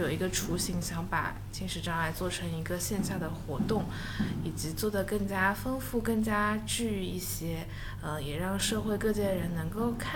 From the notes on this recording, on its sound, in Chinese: 本期来到了上海喜马拉雅美术馆的身材焦虑展中进行录制，也是节目首次进行 5 人录制。